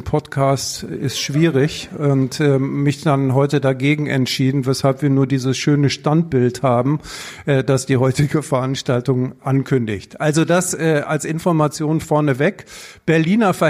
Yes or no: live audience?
yes